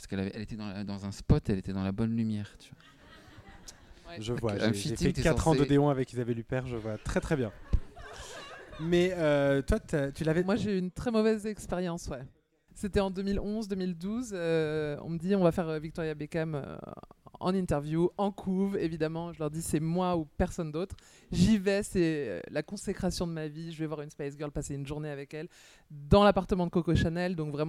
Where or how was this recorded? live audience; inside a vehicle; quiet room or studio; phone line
live audience